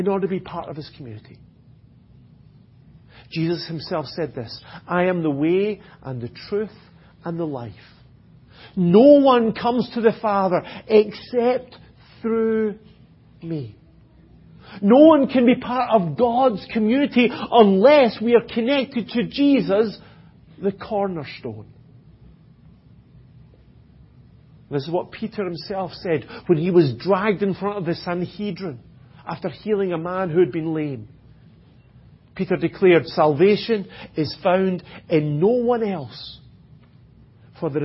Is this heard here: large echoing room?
yes